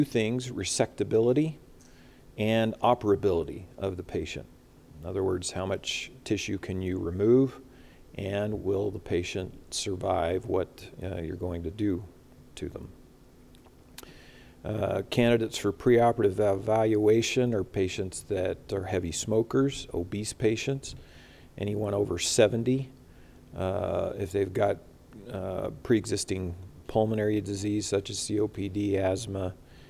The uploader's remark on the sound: During the CORE conference in Salt Lake City, Utah.